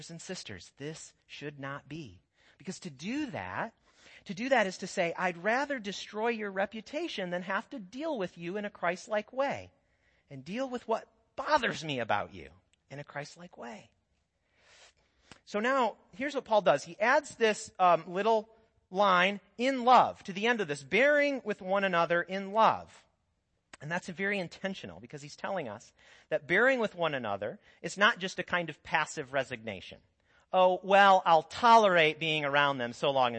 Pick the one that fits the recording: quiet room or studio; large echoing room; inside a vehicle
large echoing room